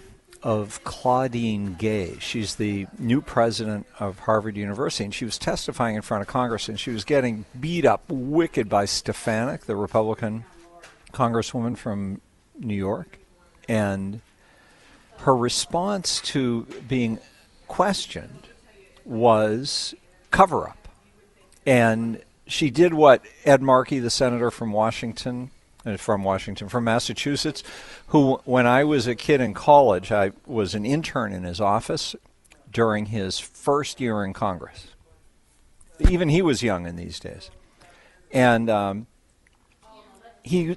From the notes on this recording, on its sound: broadcasts live from the holiday store